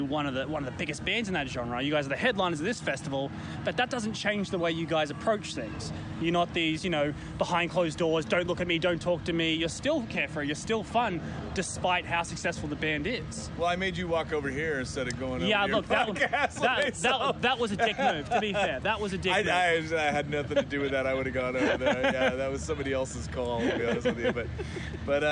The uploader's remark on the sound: Good Things Festival 2018. We were backstage at Good Things Festival in Sydney this month.